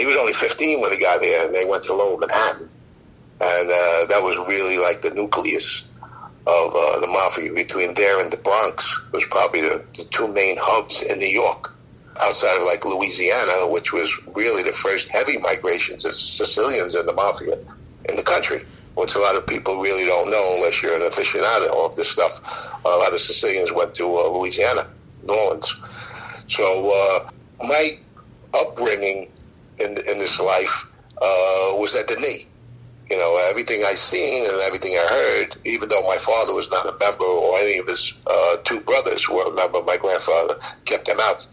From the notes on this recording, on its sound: This is a re-release of an interview I did last year. Via telephone.